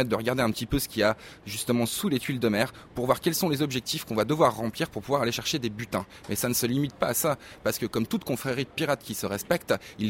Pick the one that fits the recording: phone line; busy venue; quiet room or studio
busy venue